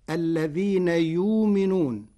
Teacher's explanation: قرأ ورش كلمة يؤمنون بإبدال الهمزة واوا ساكنة فتصير الذين يؤمنون.